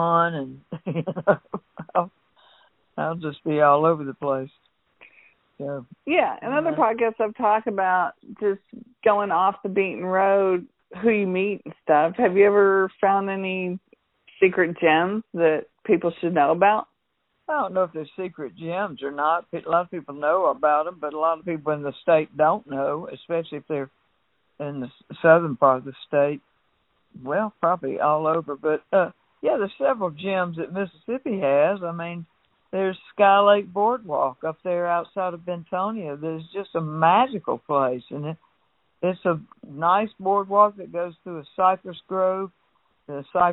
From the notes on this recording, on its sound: Had a fun phone conversation